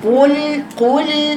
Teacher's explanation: القاف جهر واللام جهر